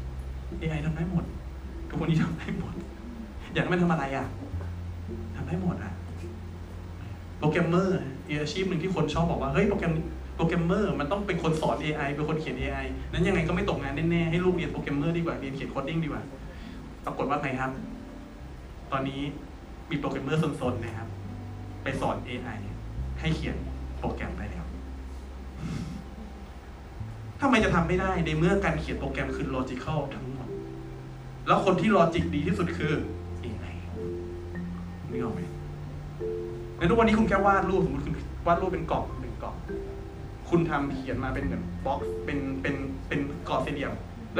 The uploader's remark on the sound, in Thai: บันทึกจากการบรรยายสด